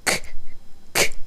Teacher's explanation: 喉からクッっていうふうにちょっと軽く出してるっていう感じの音、それが C の音になります。クッ、クッですね。でそこでちょっと